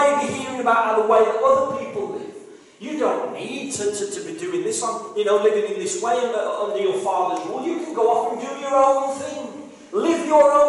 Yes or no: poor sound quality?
yes